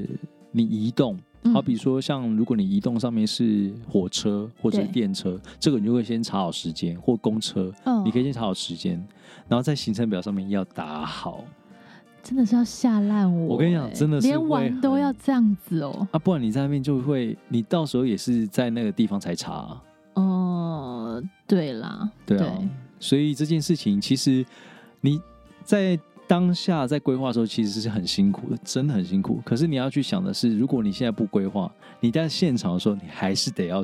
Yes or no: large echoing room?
no